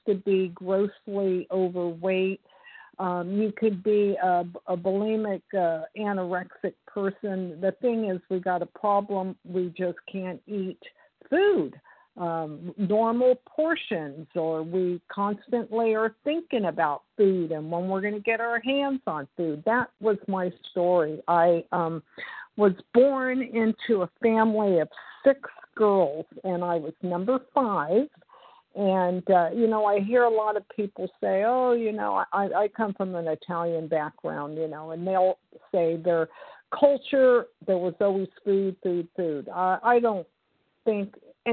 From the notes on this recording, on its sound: from the 100 Pounders Phone Meeting, 3/14/23